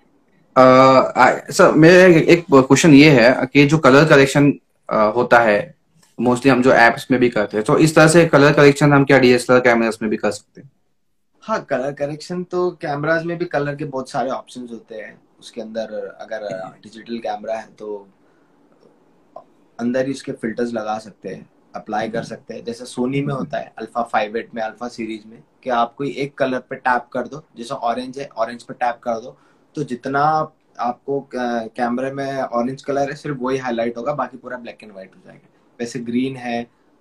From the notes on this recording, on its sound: Recorded live on Instagram at 9 PM on 19 August, 2021.